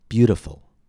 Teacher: The first step is to find the stress. Stress is on the first syllable, bu. Listen and hear the long vowel and the higher pitch.